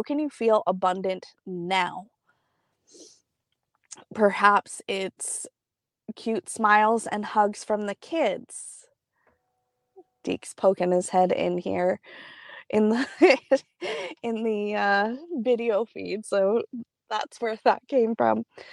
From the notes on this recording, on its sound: straight from the car in the arena parking lot